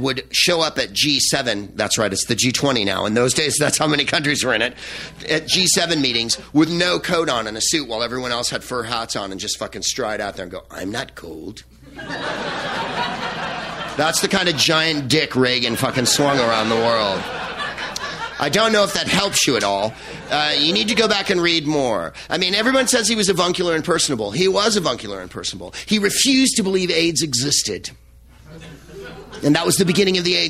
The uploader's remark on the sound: Live at the Laughing Skull Lounge in Atlanta, Georgia